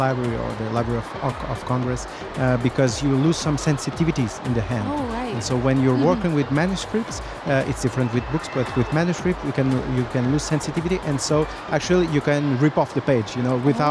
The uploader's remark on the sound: Live from SIBF 2023.